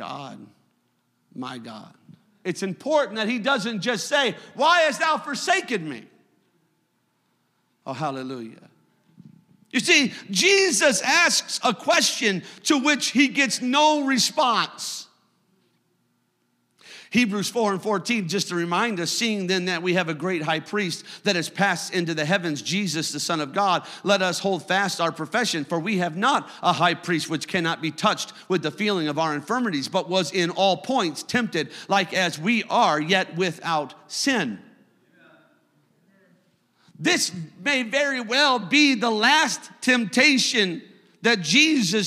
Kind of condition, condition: setting, live audience